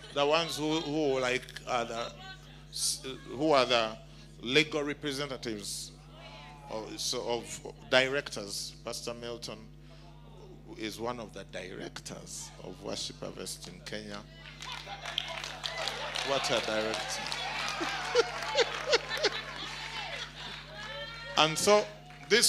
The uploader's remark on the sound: Preached At Worship Harvest Church, Nairobi Camp